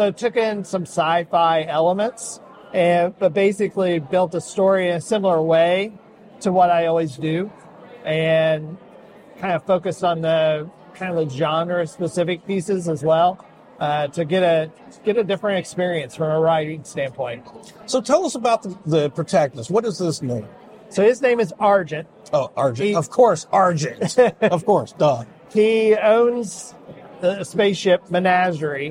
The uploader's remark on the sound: Beyond the Pen Goes Live at HEPL Local Author's Book Fair 2023. Recorded live at HEPL Local Author's Book Fair 2023.